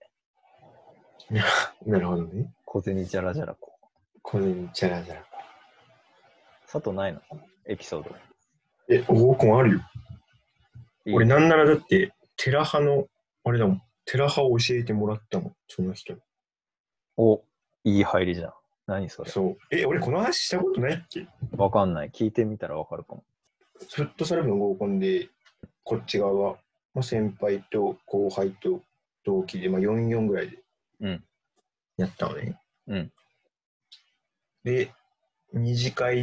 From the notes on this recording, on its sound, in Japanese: リモート録音なので音質はそこまでよくありません。